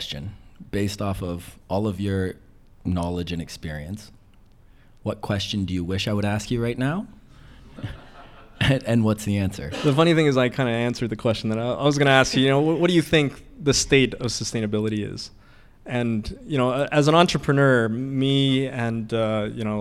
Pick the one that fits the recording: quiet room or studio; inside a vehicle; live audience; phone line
live audience